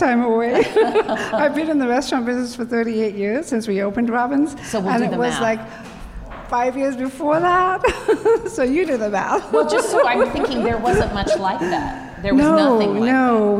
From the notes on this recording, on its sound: This is another between-seasons bonus episode that I produced in collaboration with At Her Table , a weeklong food festival that celebrates women. I sat down at There Does Not Exist brewery for a live recording of the Consumed podcast featuring a panel of mothers in the hospitality industry.